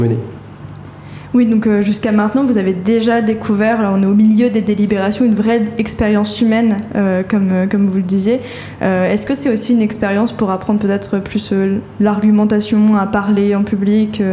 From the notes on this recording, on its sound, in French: La Méridienne en direct du Prix Liberté.